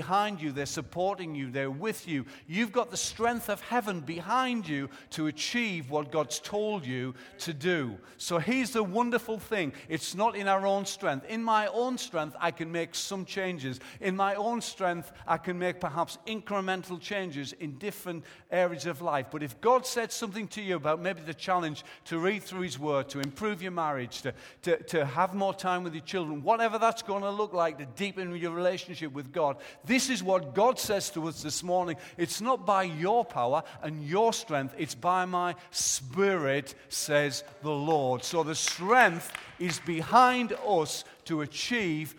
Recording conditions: large echoing room